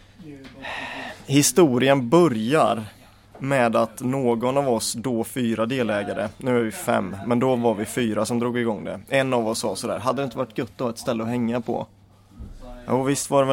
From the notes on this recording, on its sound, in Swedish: Inspelad 22 februari 2018 i Brädspelskafeét i Karlshamn.